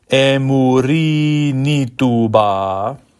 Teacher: The inside cover says the R of murini should be rolled. I don't think we want a full Italian roll, but let's flip it.